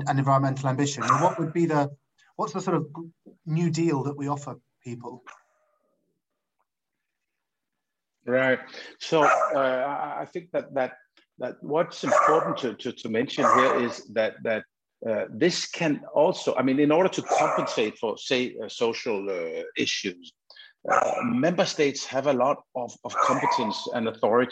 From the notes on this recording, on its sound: Is a recording of one of our digital events.